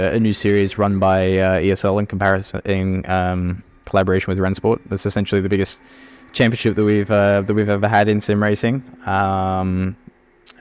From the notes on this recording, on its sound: Live from the Porsche garage at Le Mans. Live from the 100th 24 Hours of Le Mans.